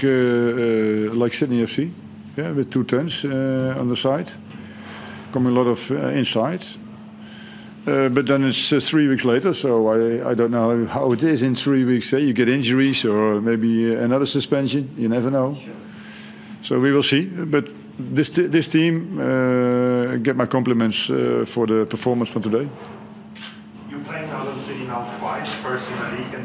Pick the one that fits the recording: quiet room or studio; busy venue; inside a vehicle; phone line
busy venue